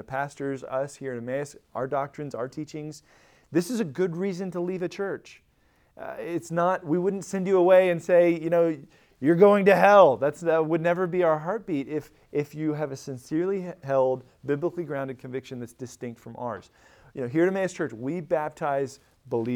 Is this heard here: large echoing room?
yes